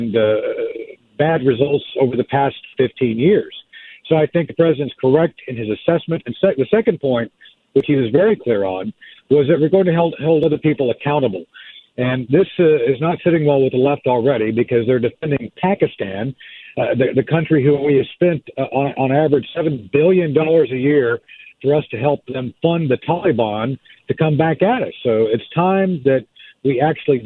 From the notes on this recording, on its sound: Plays a clip of a phone call from an ANTIFA member. A listener calls in to talk about Charlottesville.